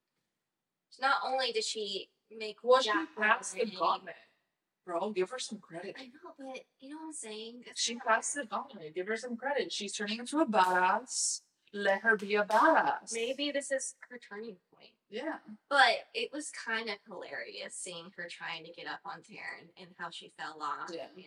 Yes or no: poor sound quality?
yes